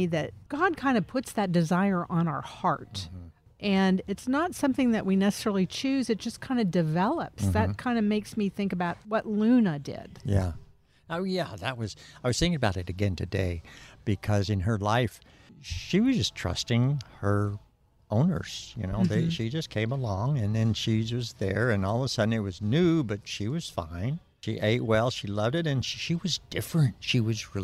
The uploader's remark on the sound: Recorded at Wheelers Western Outfitters